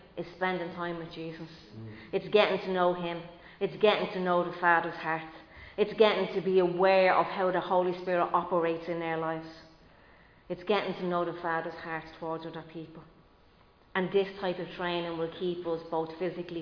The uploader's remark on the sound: Recorded live in Liberty Church on 24 April 2022